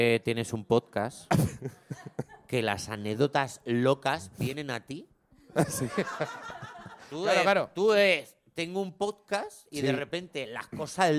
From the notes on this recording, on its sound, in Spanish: Grabado en directo en El Golfo.